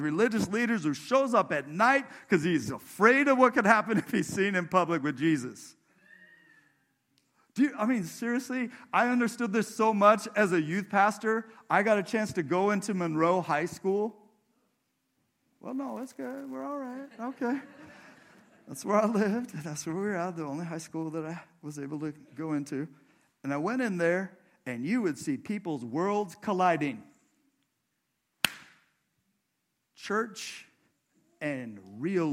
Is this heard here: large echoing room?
yes